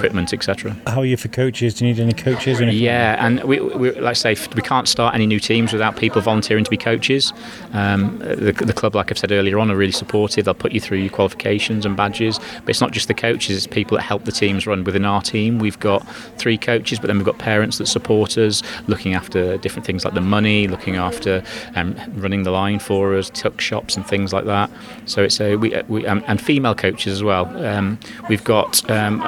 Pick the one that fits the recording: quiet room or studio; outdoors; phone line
outdoors